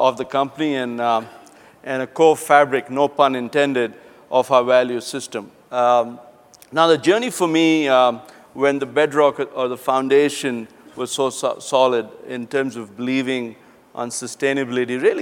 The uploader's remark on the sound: The best of live interviews from GreenBiz events.